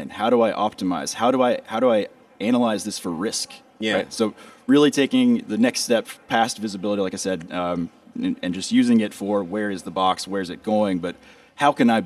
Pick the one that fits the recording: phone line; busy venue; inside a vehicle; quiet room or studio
busy venue